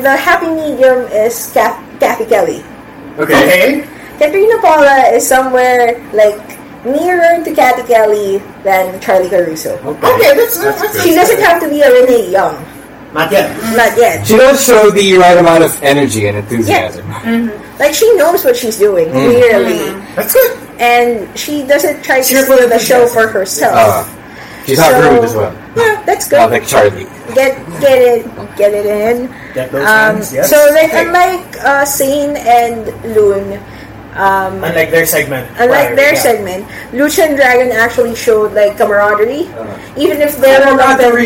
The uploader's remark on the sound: You'll have to excuse us for the quality of this week's episode, as we encountered some technical difficulties beyond our control!